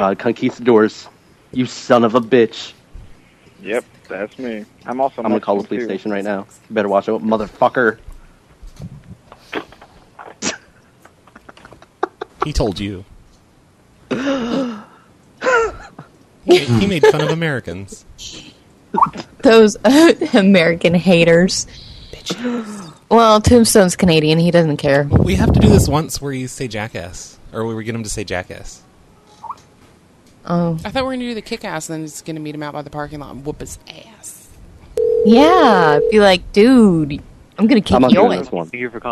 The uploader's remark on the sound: …'s Personal Prank Phone Calls Collection.